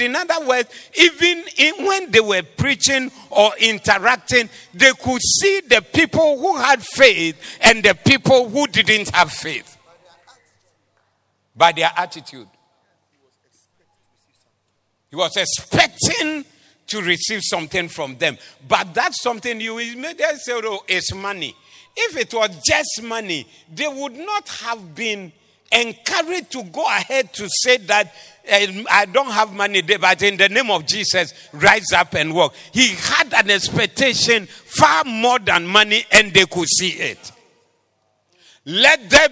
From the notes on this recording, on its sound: Preached at the Doxa Service 19112023